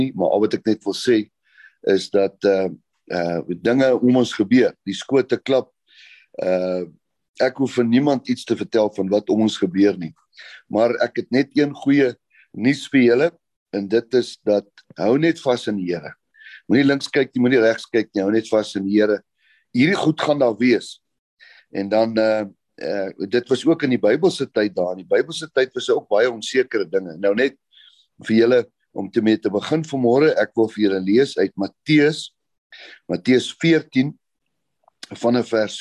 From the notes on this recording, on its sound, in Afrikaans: Manne van die Woord Zoom Byeenkoms 11 Maart 2022